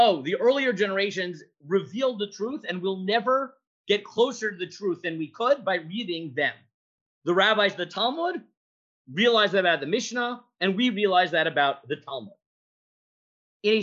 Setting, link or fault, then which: link, video call